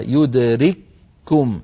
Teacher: جزمه السكون، فلما سكنت الكاف الأولى وبعدها كاف ثانية متحركة يدرككم، دخلت الكاف الأولى في الكاف الثانية فصارت كافا واحدة